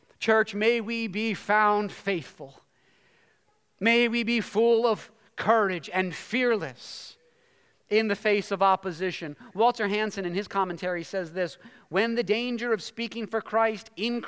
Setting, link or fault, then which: setting, large echoing room